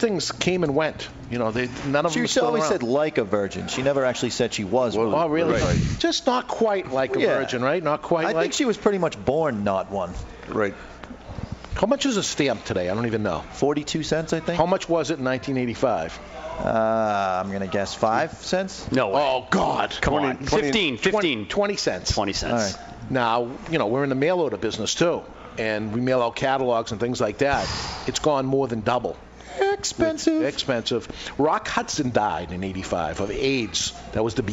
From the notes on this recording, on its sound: THIS WEEK WE'RE LIVE AT TWO GUYS SMOKE SHOP IN SALEM, NH CELEBRATING THEIR 25TH ANNIVERSARY!